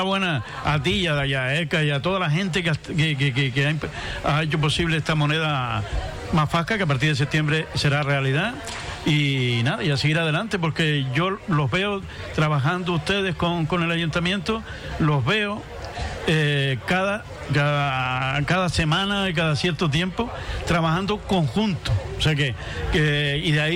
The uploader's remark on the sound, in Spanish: En directo desde el Mercado Agrícola. Dentro del programa especial desde el Mercado Agrícola en la plaza de Antigua.